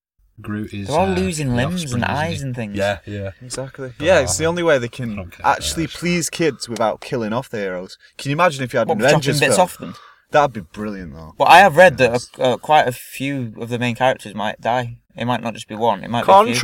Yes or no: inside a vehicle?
yes